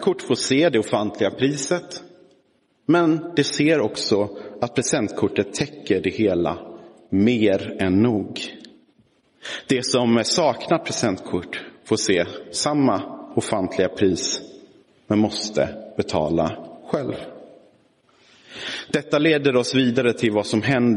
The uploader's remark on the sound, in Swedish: Inspelad i Roseniuskyrkan den 20 november 2022